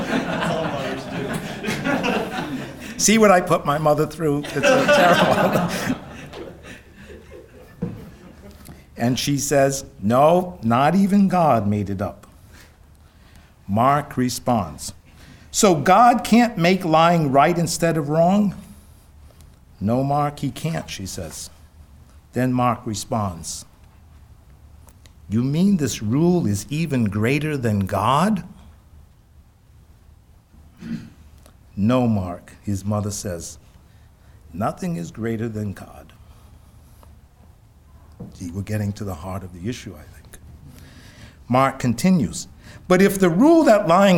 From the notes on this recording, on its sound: "Must Morality Be Grounded in God?" Conference at Franciscan University of Steubenville.